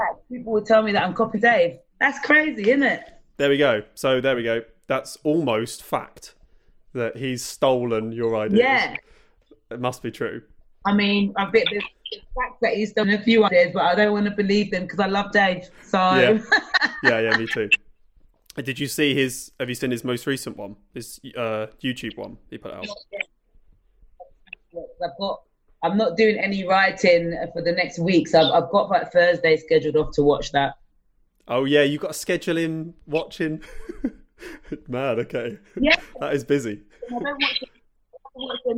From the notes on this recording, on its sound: This episode was recorded over Zoom